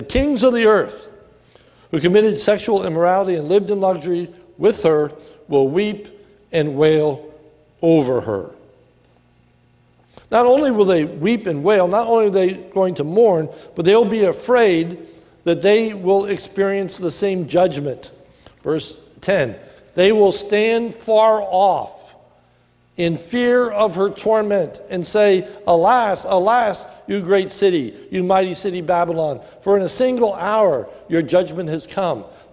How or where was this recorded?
large echoing room